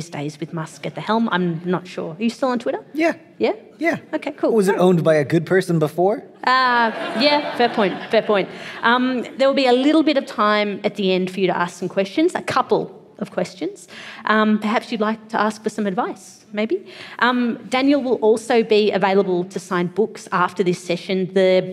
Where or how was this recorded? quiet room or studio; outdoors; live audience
live audience